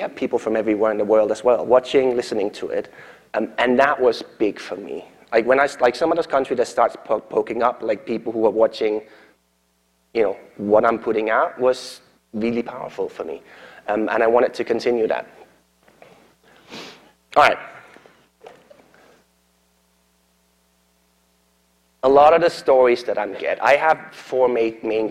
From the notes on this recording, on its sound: keynote at SourceCon in Seattle in 2019